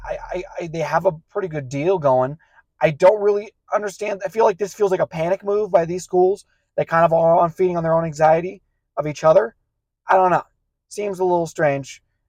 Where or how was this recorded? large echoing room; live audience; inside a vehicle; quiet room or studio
inside a vehicle